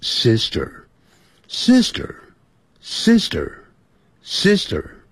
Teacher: 因为那个 R 在字尾啊，要卷舌的